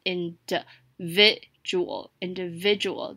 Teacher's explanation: 重音在 vi 的地方 indi 发短音